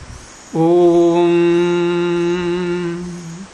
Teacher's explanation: हमने ओम बोला तो मुख तो बंद हो गया, लेकिन नासिका का द्वार तो खुला हुआ है, वायु वहाँ से निकलती रहेगी, कितनी देर तक निकालते रहो जितनी क्षमता है उतनी, है या नहीं है? · Term: अनुनासिक